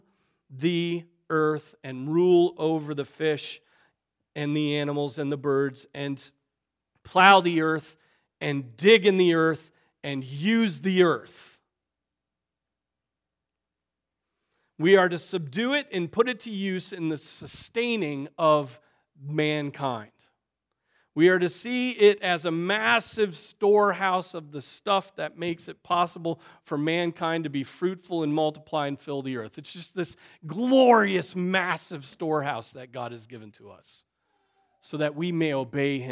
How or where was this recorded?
large echoing room